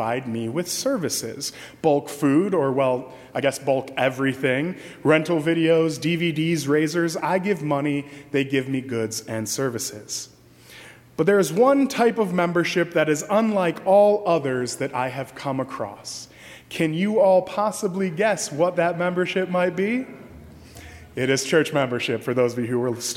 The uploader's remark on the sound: during the 10:30 AM service on Sunday February 24, 2019 at First Presbyterian Church of Arlington Heights, Illinois